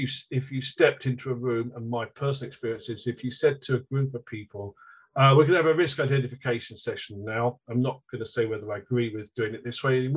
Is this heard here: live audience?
no